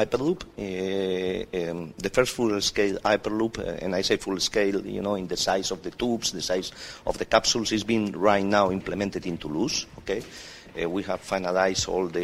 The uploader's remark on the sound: Live on location at the Etisalat Hello Business Hub